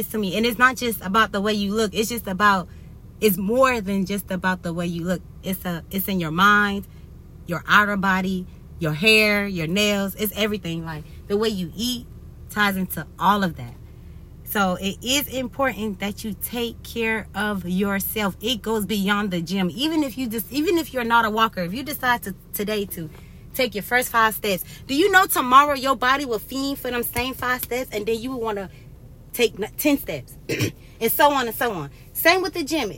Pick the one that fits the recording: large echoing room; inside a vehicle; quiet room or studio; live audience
inside a vehicle